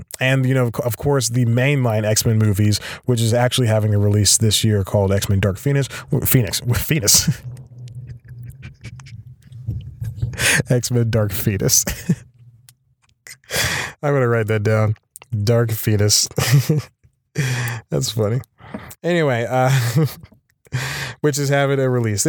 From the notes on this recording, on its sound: Not even rain or being forced to record in the car (again) can stop this bad boy of podcasting!